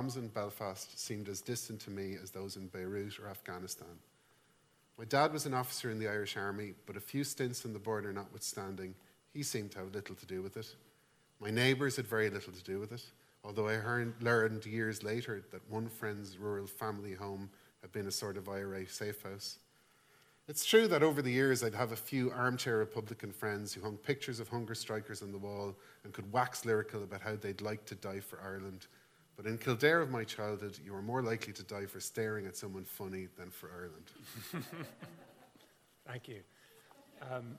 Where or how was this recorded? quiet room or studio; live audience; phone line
live audience